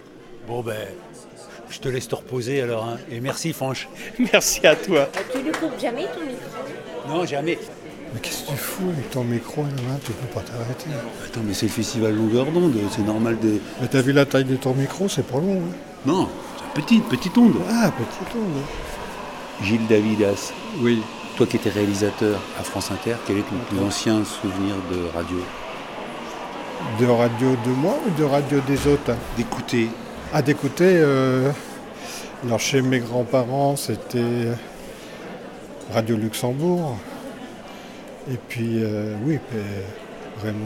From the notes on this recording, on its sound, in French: cette Balado au festival Longueur d'Ondes à Brest